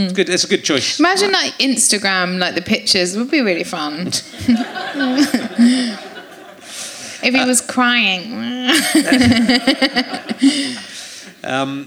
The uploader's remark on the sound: Chats to his audience, with faces old and new, including a mum and daughter that lead him to some dark thoughts and a laughing financial advisor.